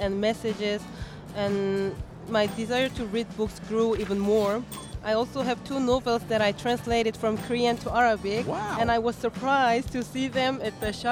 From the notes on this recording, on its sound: Live from SIBF 2023.